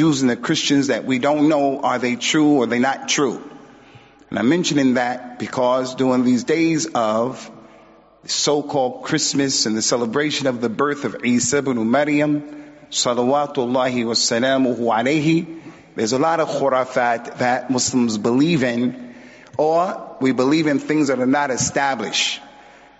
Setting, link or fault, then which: setting, large echoing room